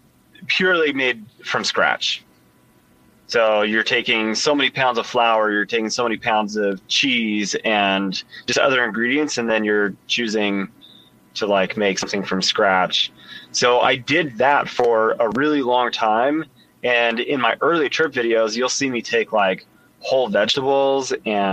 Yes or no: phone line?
yes